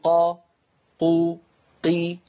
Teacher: زمن الفتحة مساو لزمن الضمة مساو لزمن الكسرة